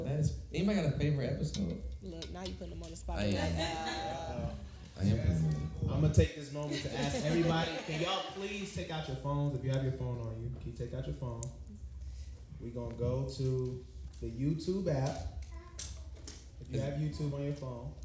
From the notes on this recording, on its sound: Live podcast! We had a live recording event to celebrate.